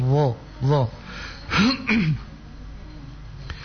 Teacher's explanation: Huruf dha juga nanti diperhatikan untuk menyebutnya sama dengan menyebut huruf dzal, dzal, tapi dengan cara dinaikkan pangkal lidah sehingga dia menjadi dha